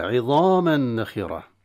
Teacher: كنا طبعا نون مشددة بعدها ألف، والغنة في النون المشددة عظاما نخرة، إدغام التنوين في النون إدغام تام، التنوين إذا إدغم في النون إدغام تام، لأن جنس الغنة موجودة في التنوين موجودة في النون المتحركة التي بعدها.